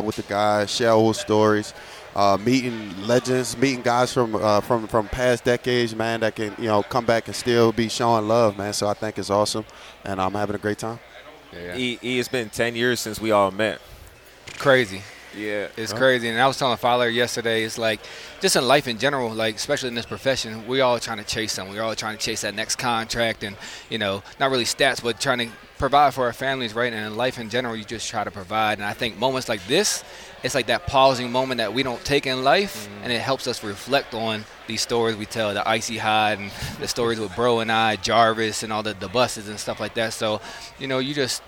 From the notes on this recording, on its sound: At the CFL Alumni Association's Legends Luncheon on Friday at LIUNA Station.